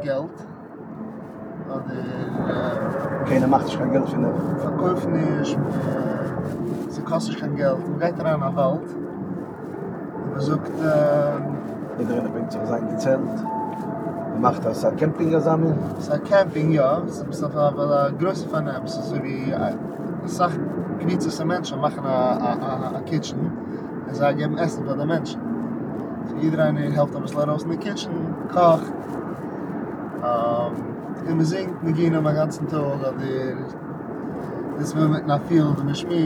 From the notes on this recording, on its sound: On The Way From JFK To Stony Point